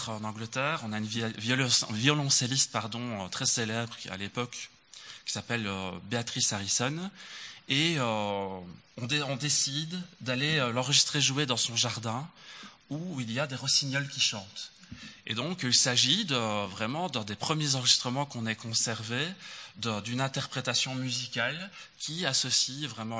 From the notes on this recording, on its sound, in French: lors de la 7ème édition du festival La Manufacture d'idées